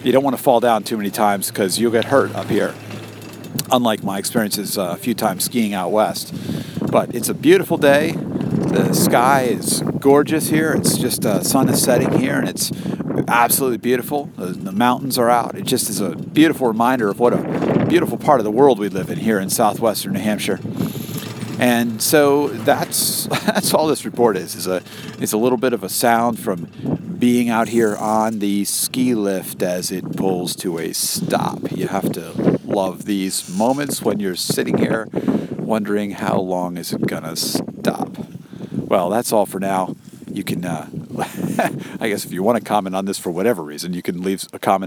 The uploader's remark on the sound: A quick episode recorded on a ski lift and also while skiing